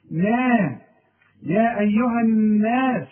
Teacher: إنما النون والمد بتاعها اللي هو الألف مرققة